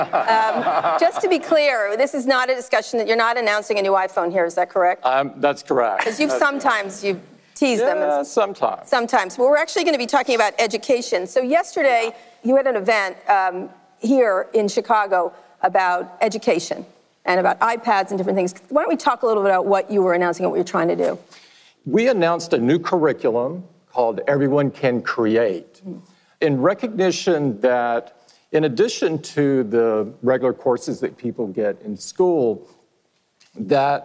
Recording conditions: live audience